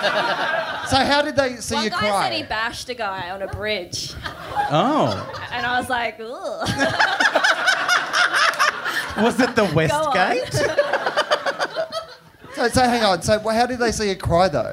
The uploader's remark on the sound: Recorded LIVE at The Chippendale Hotel in Sydney on July 10, 2016.